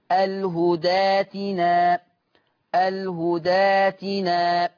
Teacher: إبدال الهمز الساكن ألف مادية